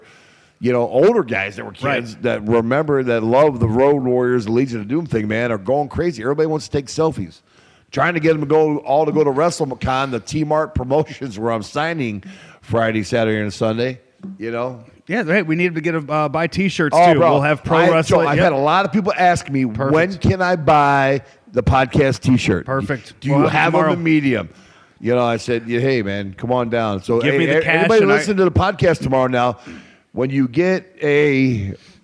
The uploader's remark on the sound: Live from New Orleans, WrestleMania 34